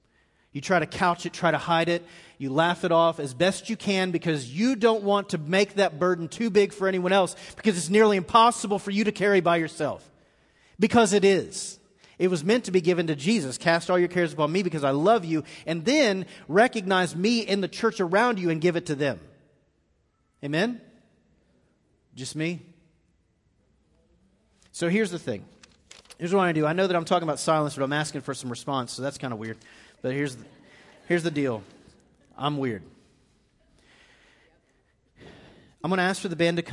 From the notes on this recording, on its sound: Recorded live on 10/14/18 at The Fellowship.